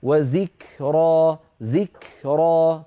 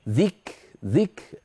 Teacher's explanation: وإذا نطقت كافا ساكنة فبين الهمس بعد الشدة · Term: شدة ثم همس